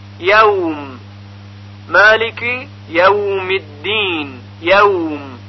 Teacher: در تلفظ دو حرف واو و یا ساکن، البته اگر قبل از اونها فتحه باشه، نرمی و لطافت خاصی وجود داره که در سایر حروف اصلی الفبا چنین صفتی یافت نمیشه. خب گفتیم واو ساکن ما قبل مفتوح دارای صفت لین هست